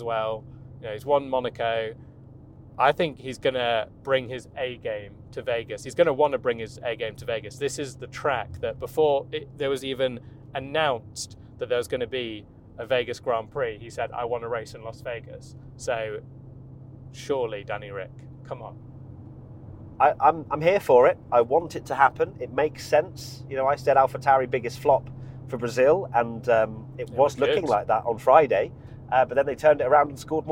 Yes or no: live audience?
no